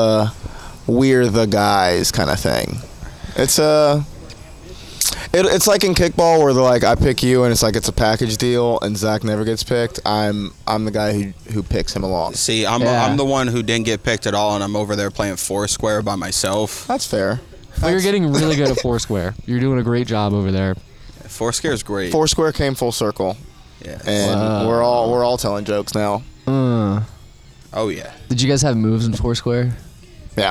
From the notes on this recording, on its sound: This podcast was recorded before the Shantytown Pub open mic